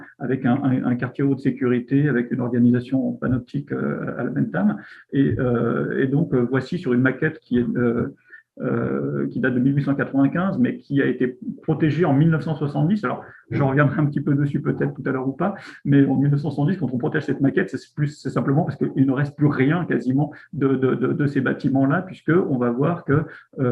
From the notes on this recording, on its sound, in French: Discussion Enregistré sur Zoom.